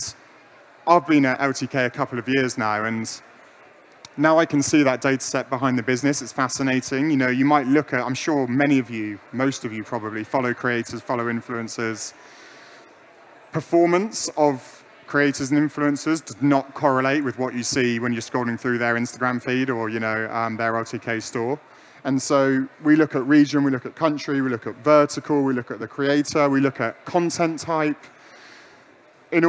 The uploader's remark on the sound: LIVE from the Tipser pyramid stage at PI LIVE London 2021